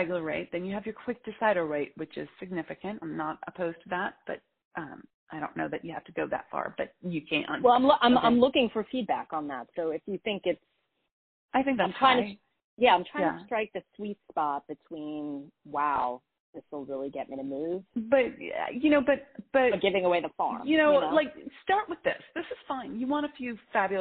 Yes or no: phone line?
yes